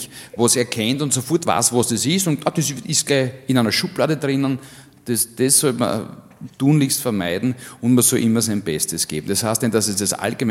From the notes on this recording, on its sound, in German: Auf dem roten Stuhl LIVE SHOW (Teil II).